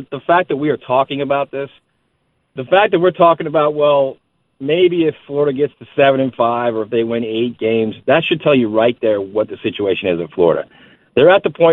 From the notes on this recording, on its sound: taking more of your phone calls